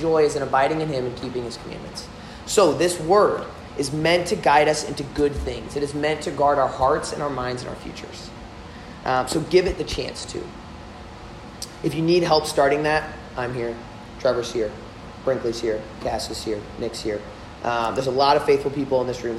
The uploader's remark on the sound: Delivered at Old Drum Coffeehouse on 1/27/21